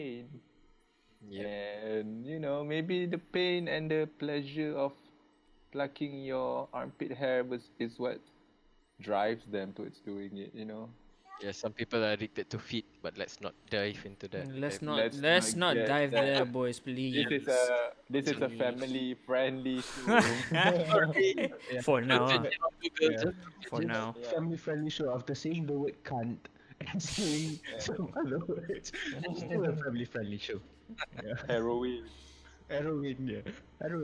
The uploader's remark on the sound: This week it was different as we venture into video podcasting (thus, excuse the sound quality).